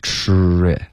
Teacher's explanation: tri 的这个 ch 的这个音应该是卷舌的